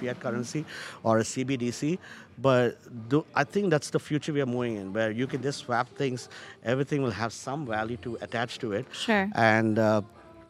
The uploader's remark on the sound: recording live from the Future Festival in Toronto!